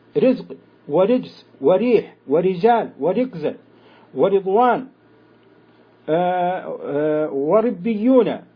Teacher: وأما الراء المكسورة فإنها مرققة لجميع القراء من غير خلف عن أحد منهم